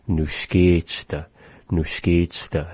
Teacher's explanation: when we say nuskechda, we have more of a drag on that vowel, where it becomes more of an E.